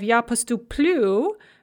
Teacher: And then separately from that, we also have the stress shift, again, where the stress shifts one syllable to the front of the verb uh, in all the forms other than the ya form in the non past. So we have ja postuplu with the stress on the end, just like it is in the infinitive.